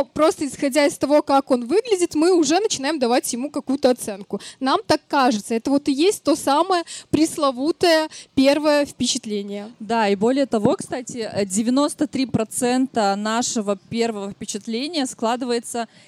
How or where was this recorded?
busy venue